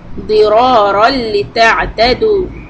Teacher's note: when you connect the raw with the lamb, this is idgham without any gunna.